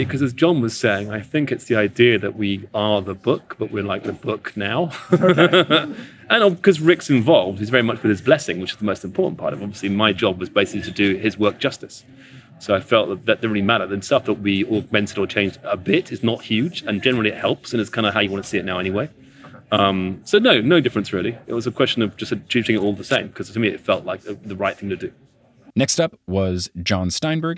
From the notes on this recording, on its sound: Interviews and More from New York Comic Con. Which allowed me to watch the Percy Jackson TV Show panel and interview various members of the production team! Concluding with audio clips from the questions I was able to ask and the insightful answers I received!